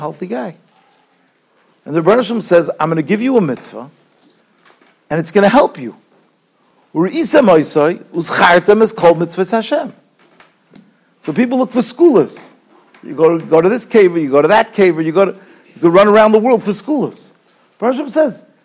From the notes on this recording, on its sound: Shiur recorded in Yeshivas Ohr Reuven, Monsey, NY.